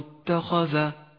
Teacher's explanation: ولاحظ كيف جاء حرف الخاء المفخم متوسطا بين حرفين مرققين